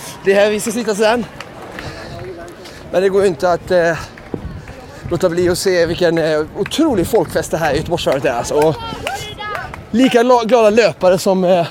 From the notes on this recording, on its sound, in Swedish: Göteborgsvarvet live.